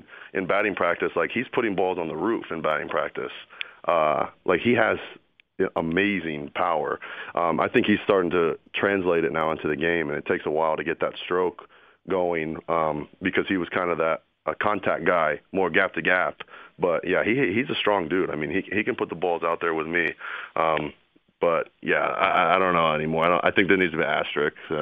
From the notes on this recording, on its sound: Called in to the Ben and Skin show.